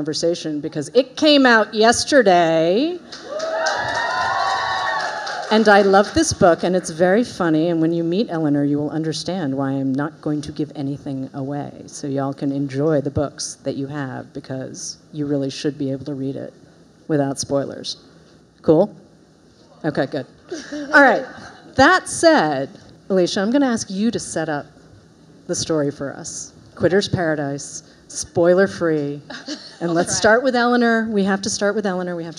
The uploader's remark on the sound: join us live at Barnes & Noble Union Square